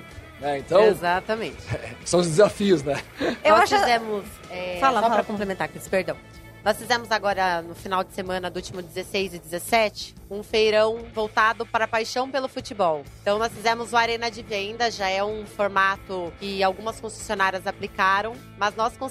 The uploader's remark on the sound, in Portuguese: foi gravado diretamente do 30° Congresso Expo Fenabrave, no estande da Auto Arremate® e Linx